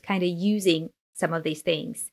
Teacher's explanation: Like we say something like, for example, so we can use the word kinda using, she was saying, yeah, Brené used this phrase, kinda using some of these things. And the connected speech here is kind of turns into kinda.